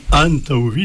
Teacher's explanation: Vi, c'est un mot d'une syllabe, tu vas mettre l'accent tonique sur le vi. Donc, comme on n'arrive pas à mettre deux accents toniques qui se suivent, eh bien, tu dis an taouvi, ça t'oblige à prononcer le an.